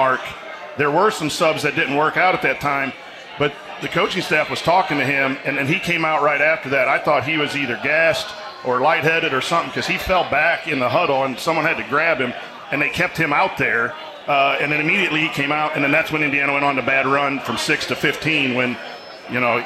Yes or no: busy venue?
yes